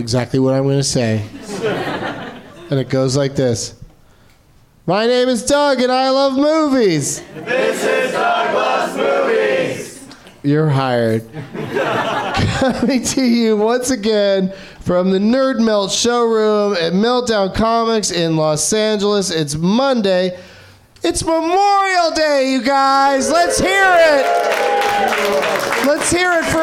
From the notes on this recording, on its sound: Live from the NerdMelt Showroom in LA.